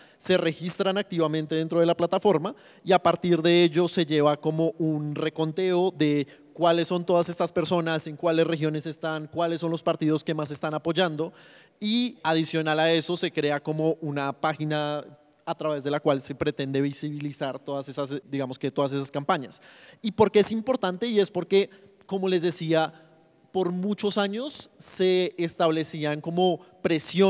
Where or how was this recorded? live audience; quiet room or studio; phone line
live audience